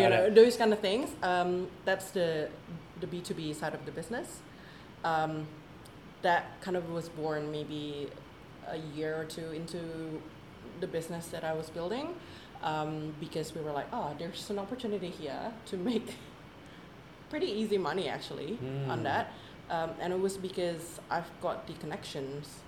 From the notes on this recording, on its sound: this very episode was recorded, edited and produced on location but, full disclosure, not in the spiffy dedicated podcasting facility, hence the low-level bg noise